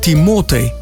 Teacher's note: Tako, z naglasom na O, se je to naglaševalo že v grščini.